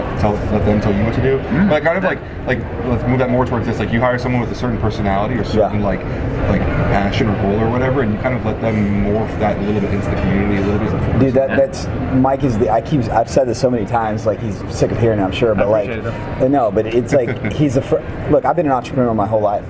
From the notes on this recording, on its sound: Natural Series Launch at the 2018 Arnold Sports Festival. In March of 2018, everyone in the sports nutrition industry descended upon beautiful Columbus, OH. This was a super fun, relaxed conversation that was done in the hotel lobby, so there will be some background noise.